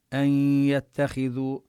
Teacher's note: هنا النون حكمها أنها تدغم بغنة في الياء، وهذا الإدغام إدغام ناقص، لأننا لو شددنا الياء لكن يبقى شيء من الحرف المدغم وهو الغنة الذي هو صفة للنون.